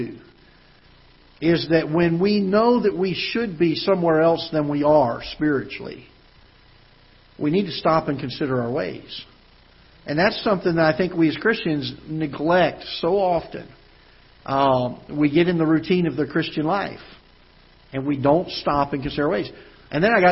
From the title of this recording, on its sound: Ketha Heights Baptist Church ~ Live Broadcast